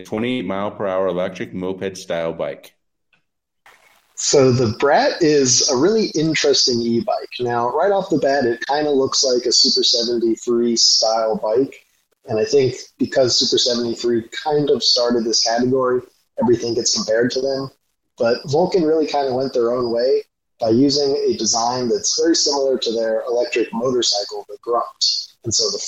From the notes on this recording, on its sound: Apologies for the sound quality on this one.